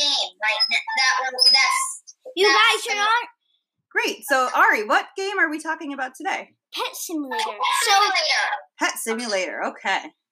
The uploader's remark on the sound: Today we have 2 special guests calling. Sorry if the sound quality is a bit off, we couldn't have them in the podcast studio due to Covid-19 so we had to make it work!